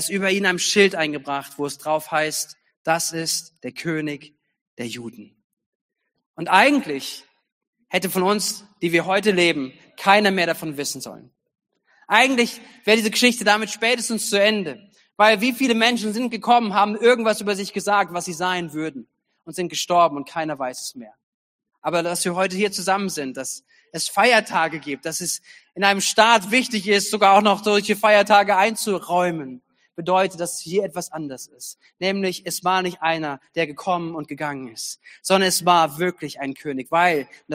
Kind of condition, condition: setting, large echoing room